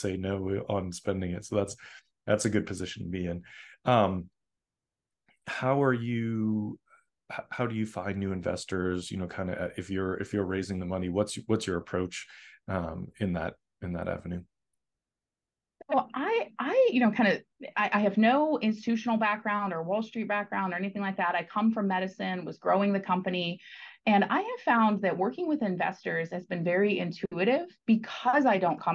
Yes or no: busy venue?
no